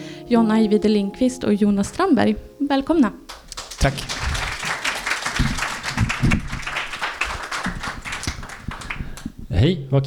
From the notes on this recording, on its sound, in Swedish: Liveintervju från Ådalens Litteraturfestival!